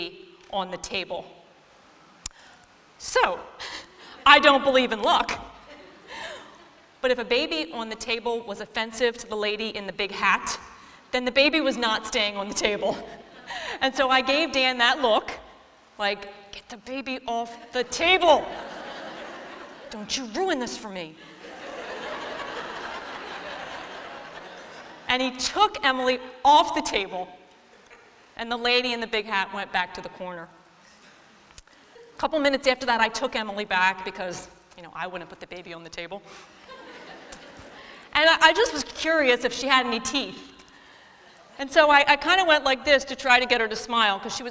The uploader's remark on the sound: this week’s episode taken from our Hope Beyond women’s conference